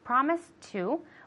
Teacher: So here, promise to, since it has a T sound, they both have a T sound, we can link it. So it sounds like one word.